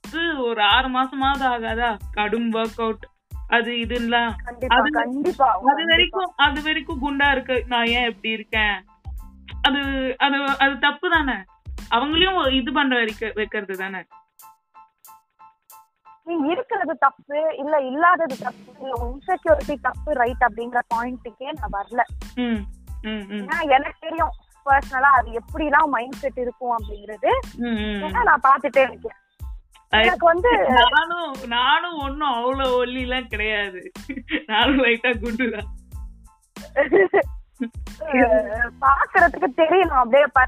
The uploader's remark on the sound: Random phone call